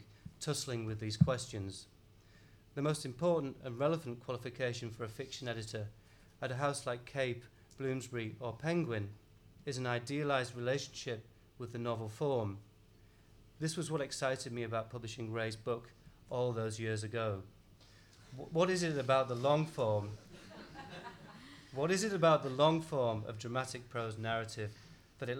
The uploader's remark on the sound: Recorded at the London Review Bookshop in May 2011.